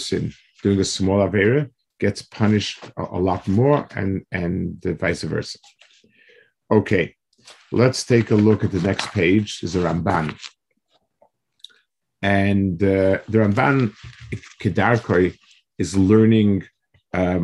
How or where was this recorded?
video call